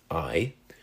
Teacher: When you say the name of that letter, I, you start out saying ah and end with e. · Term: diphthong